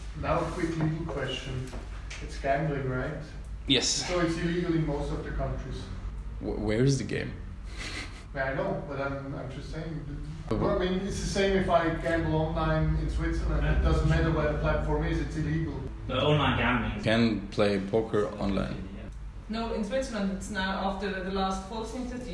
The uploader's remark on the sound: As this happened during a hot summer evening, the windows were open and the audio quality suffered as a result.